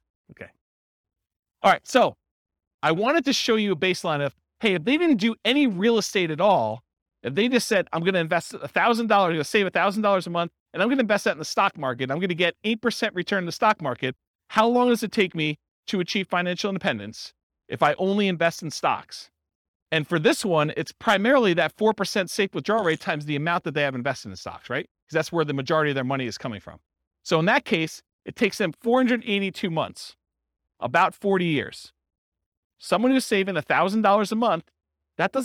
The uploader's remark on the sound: This was a live class recorded